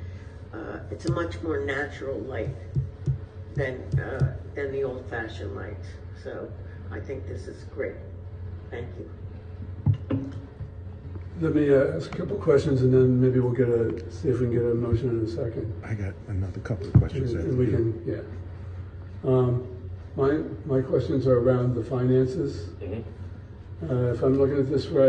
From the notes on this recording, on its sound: NewtownPA Board of Supervisors public meeting. This is an audio recording of the presentation and Q&A session that followed.